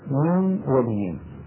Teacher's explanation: الواو هذه المفتوحة لا نخرج معها غنة